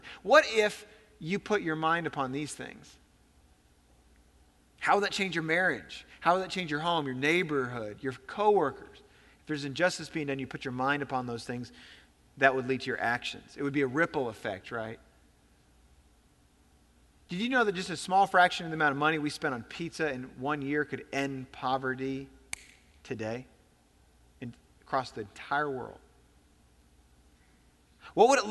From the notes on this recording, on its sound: Recorded on September 17, 2017 at Graceland Baptist Church in New Albany, Indiana.